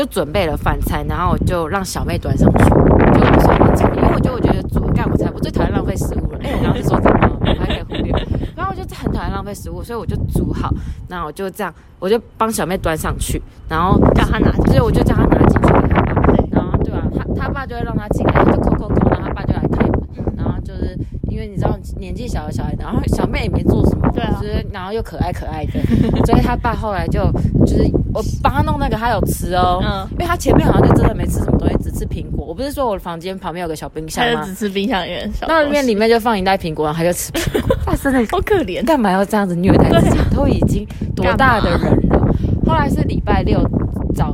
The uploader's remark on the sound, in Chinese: 充滿風聲的法國封城記。這次我們在屋頂邊曬太陽邊錄音。沒想到風聲超級大。